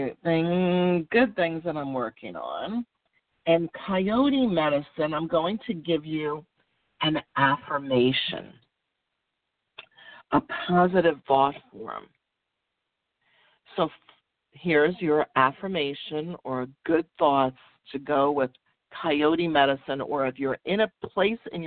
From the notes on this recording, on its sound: Sometimes she opens up the phone lines to take a caller!